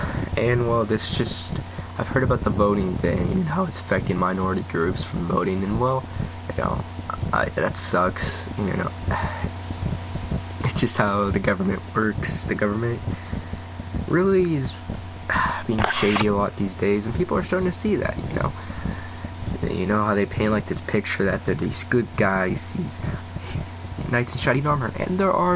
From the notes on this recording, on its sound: I will fix the background noise by next episode.